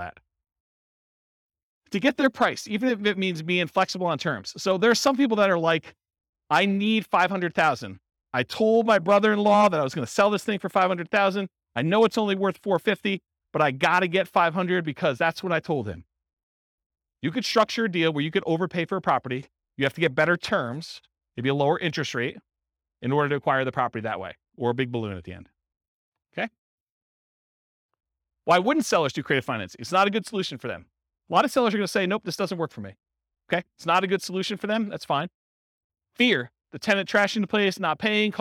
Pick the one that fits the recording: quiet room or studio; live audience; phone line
live audience